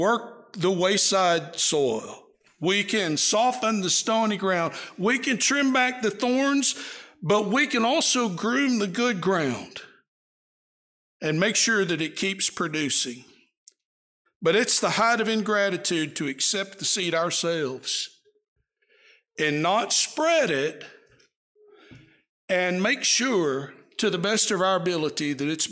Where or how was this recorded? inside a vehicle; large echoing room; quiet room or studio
large echoing room